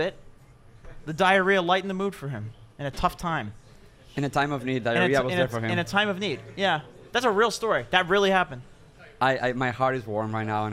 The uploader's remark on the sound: Live from Stockholm Major. The OG's Monkey Business Show coming to you Live from Stockholm! We had guests, we had fans and an all around incredible time.